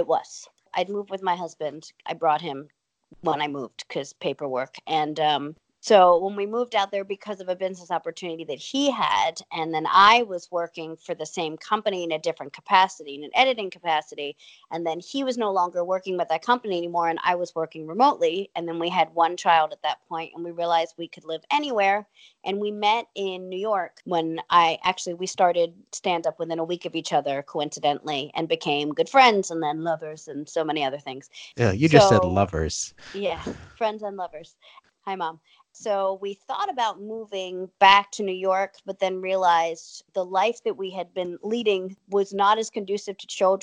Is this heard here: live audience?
no